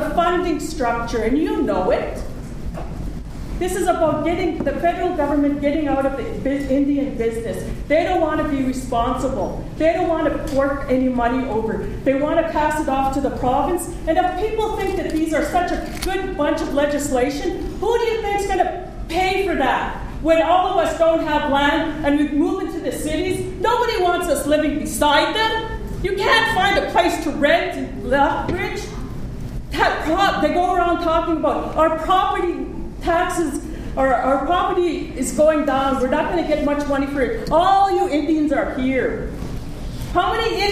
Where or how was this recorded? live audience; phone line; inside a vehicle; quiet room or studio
live audience